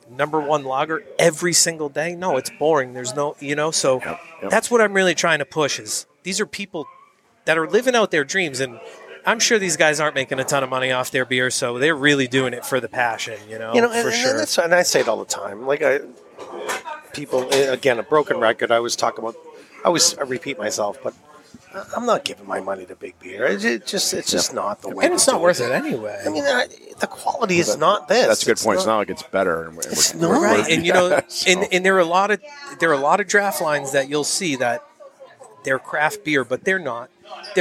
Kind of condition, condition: setting, busy venue